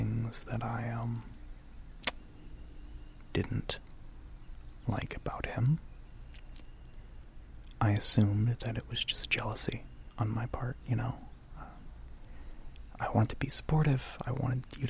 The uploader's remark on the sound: Outdoors